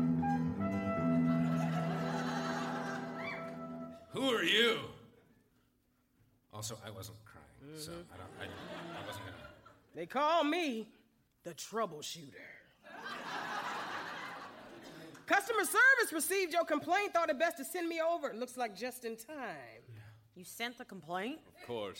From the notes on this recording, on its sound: Recorded Live 1/9/2011 at Largo, Los Angeles.